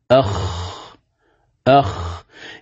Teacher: الخاء من أدنى الحلق من جهة اللسان، يعني فوق مخرج الغين تأتي الخاء، أخ يعني في حروف الحلق هي آخر حرف من أحرف الحلق، لأن نبدأ الهمزة ثم الهاء ثم العين ثم الحاء ثم الغين ثم الخاء، إذن هي آخر حرف من حروف الحلق.